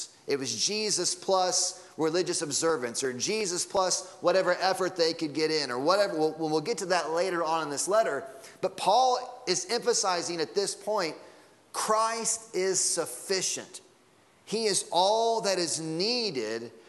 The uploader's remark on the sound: Sunday Morning Sermon Audio.